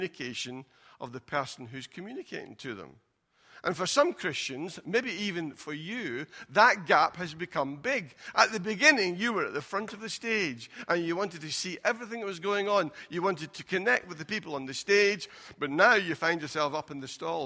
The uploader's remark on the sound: Recorded at freedomcentre church, Preston on Sunday 1st March 2020